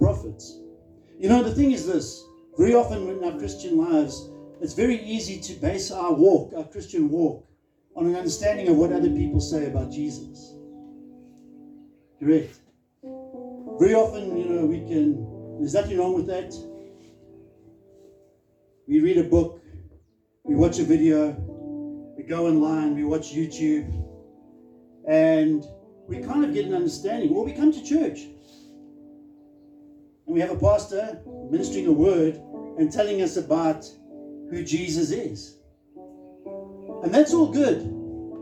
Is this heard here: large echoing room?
yes